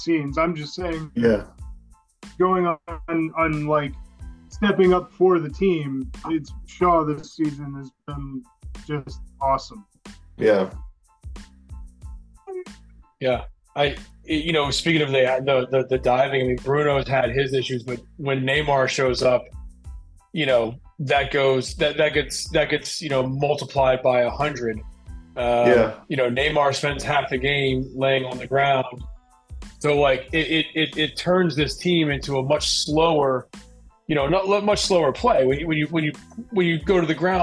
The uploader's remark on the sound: Some audio trouble today